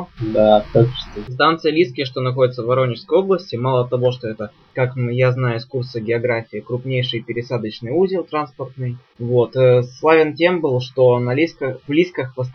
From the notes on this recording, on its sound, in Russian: Извиняюсь за качество записи этого подкаста, форс-мажор с записывающим оборудованием